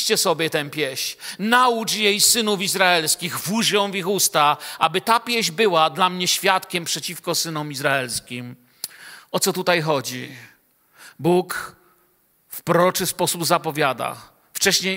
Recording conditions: large echoing room